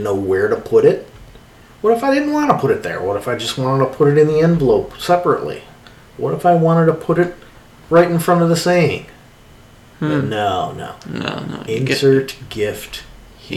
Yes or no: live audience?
no